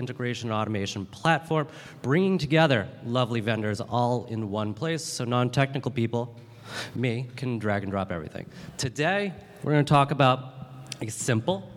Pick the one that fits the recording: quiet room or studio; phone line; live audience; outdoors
live audience